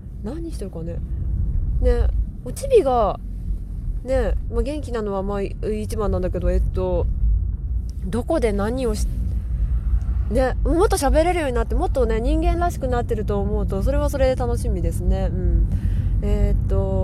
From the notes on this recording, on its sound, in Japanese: 車の中からお送りします。